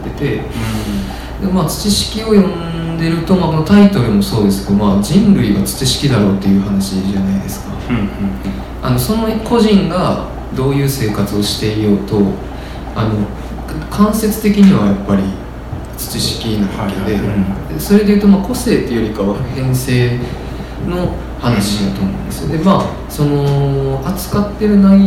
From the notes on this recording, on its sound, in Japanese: トークイベント（恵文社一乗寺店）の音声